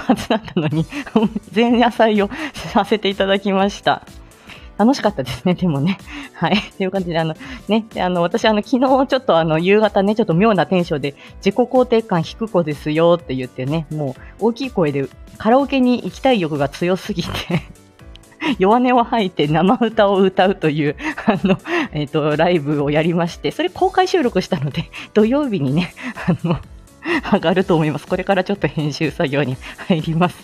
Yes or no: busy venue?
no